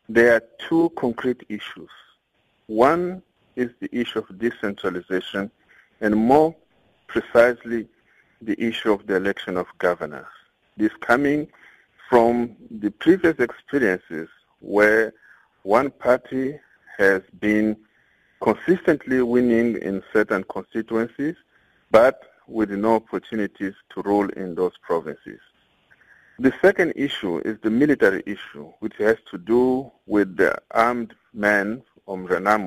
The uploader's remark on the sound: we are joined on the line